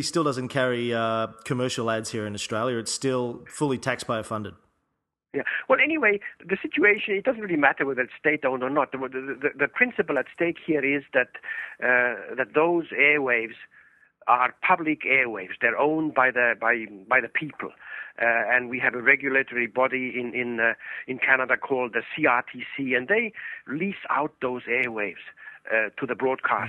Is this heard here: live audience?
no